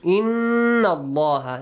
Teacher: Inna Allaha, Nun Mushaddad, nasal sound.